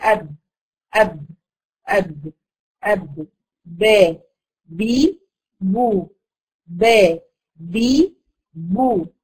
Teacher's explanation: تخرج من الشفتين بانطباقهما · Term: الباء